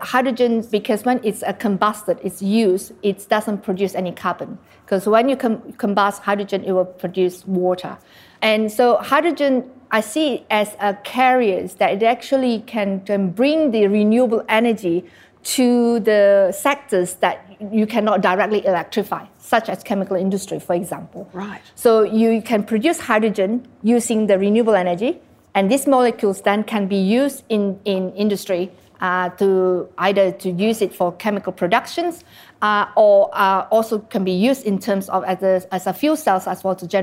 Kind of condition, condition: setting, live audience